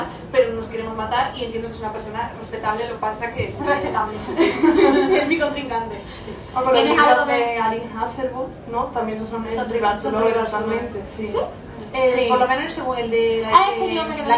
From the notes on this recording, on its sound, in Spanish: Parte del equipo de Literatura juvenil para escritores viaja hasta Sevilla para hacer un pódcast en directo. Andalucía Reader Con 2023.